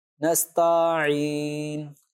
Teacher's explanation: تو نستعین میں تا کو کھینچ دیتے ہیں، نستعین، تا الف زبر تا، تو اب نستعین یہ تو عربی زبان کا ایک لفظ ہے لیکن نستعین یہ عربی زبان کا کوئی ورڈ بنا ہی نہیں۔